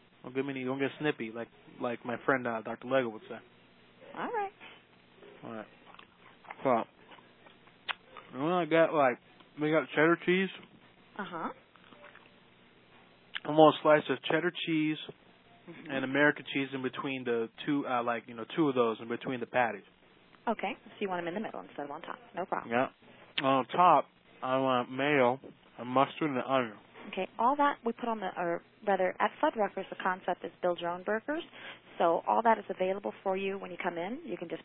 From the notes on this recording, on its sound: Prank Phone Calls